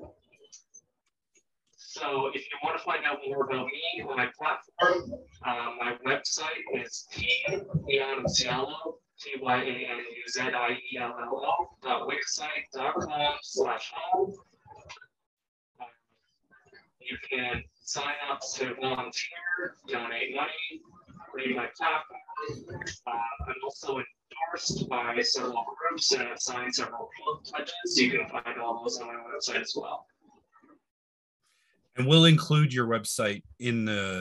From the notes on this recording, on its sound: we were having audio issues during this recording